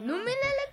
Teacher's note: Waw is the seat or chair for the letter Hamza, so it will be pronounced as Hamza, not Waw.